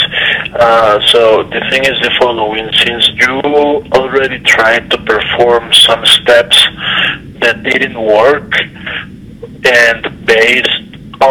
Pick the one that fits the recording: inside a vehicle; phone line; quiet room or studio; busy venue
phone line